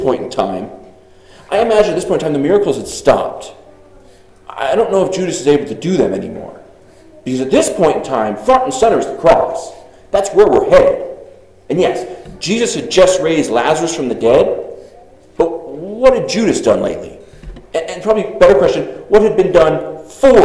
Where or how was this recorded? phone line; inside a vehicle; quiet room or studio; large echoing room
large echoing room